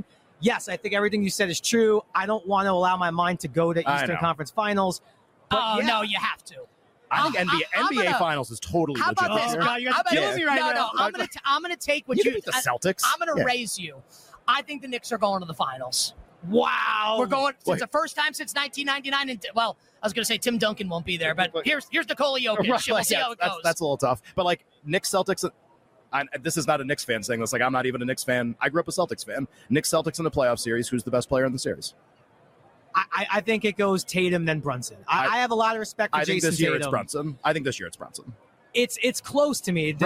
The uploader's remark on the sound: LIVE FROM RADIO ROW!